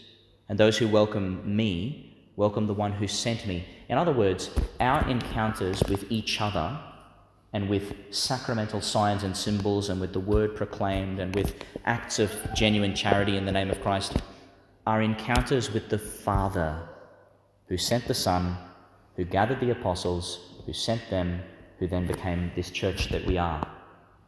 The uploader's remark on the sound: delivered in St Peter Chanel Church, Tannum Sands, Qld.